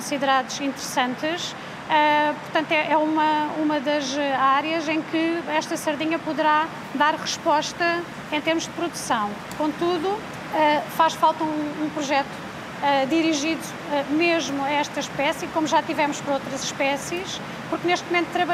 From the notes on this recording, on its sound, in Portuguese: no palco do debate, nos novos armazéns de aprestos de Vila Do Conde